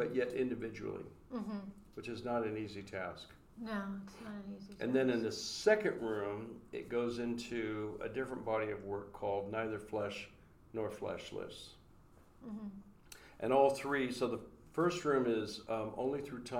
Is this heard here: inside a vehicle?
no